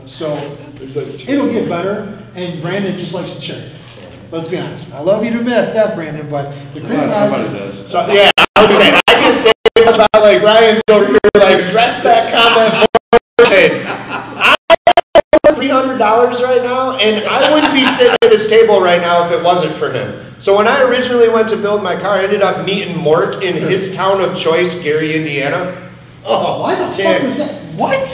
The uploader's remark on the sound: Live at PRI trade 2021 show in indy.